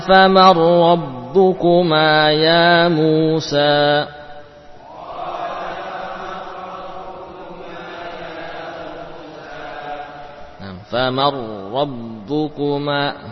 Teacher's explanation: nun bertemu dengan ra mudghamah